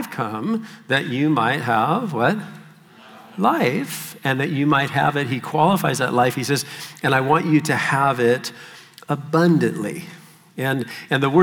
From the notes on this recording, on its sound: Session 3 of the 2023 South Florida Young Adults Conference